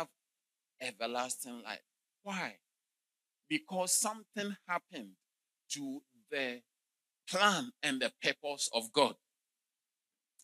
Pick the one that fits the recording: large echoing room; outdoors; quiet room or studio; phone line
large echoing room